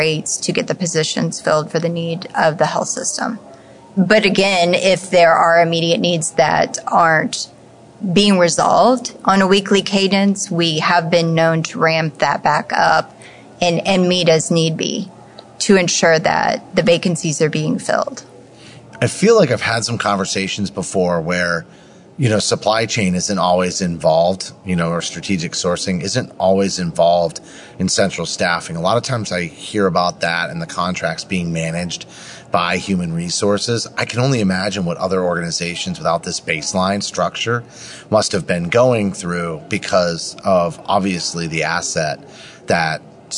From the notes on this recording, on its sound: live at AHRMM23 in Orlando